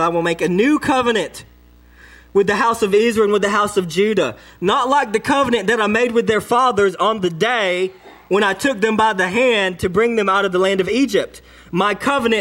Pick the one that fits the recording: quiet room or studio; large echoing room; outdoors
large echoing room